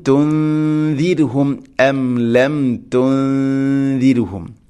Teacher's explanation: ഇനി അംലം തുൻദിരുഹും, അംലം തുൻദിരുഹും, ഇവിടെയും നൂനിനെ അവ്യക്തമാക്കി മണിക്കണം. ഇഖ്ഫാ ബിഗുന്ന തുൻദിരുഹും.